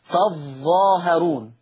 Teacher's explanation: شدد الظاء بس، يعني ورش بيشدد الظاء